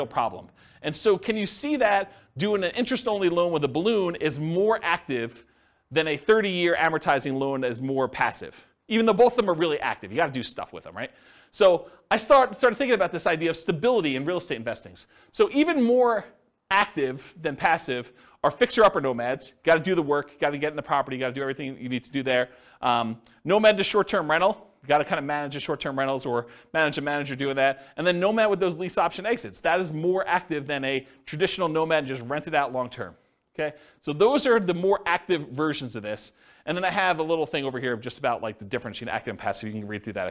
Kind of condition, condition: setting, live audience